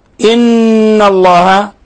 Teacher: نون مشددة حكمها التجويدي أنها حرف غنة مشدد تغن مقدار حركتين